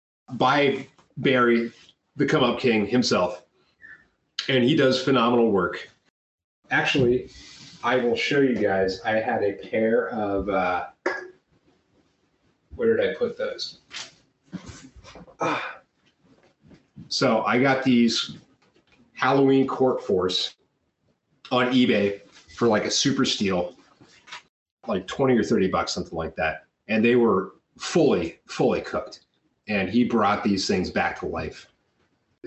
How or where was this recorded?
video call